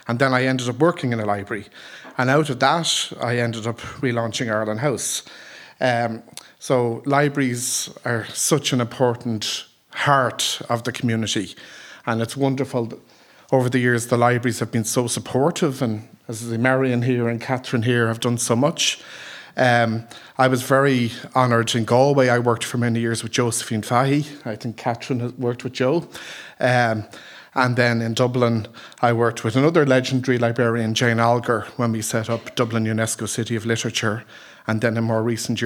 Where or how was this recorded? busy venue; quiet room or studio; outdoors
busy venue